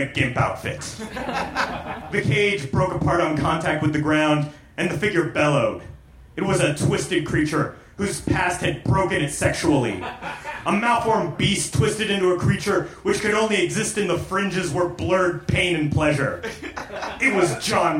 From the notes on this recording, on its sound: Recorded live at The Virgil in Los Angeles.